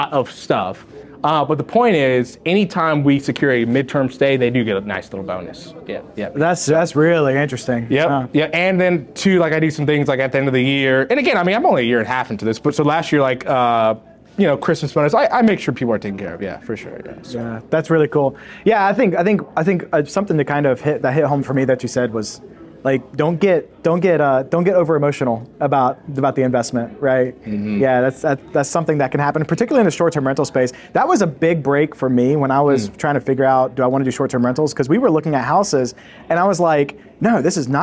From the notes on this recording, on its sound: This week's episode is a recording of a Short Term Rental meetup that we hosted in Greenville, SC.